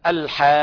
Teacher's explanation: الحاء مرققة والألف ترقق مثل الحاء